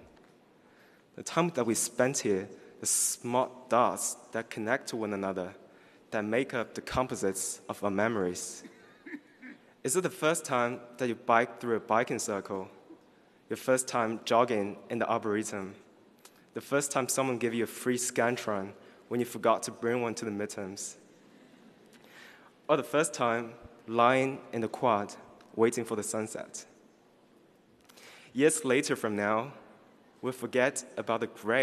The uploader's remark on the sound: gives the student address at the UC Davis College of Agriculture and Environmental Sciences AM commencement on June 15, 2018